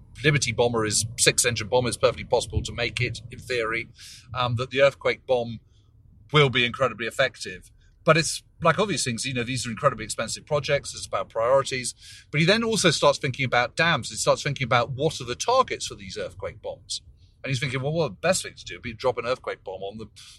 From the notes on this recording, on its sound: we join the lads on the road, driving to the Möhne Dam in Germany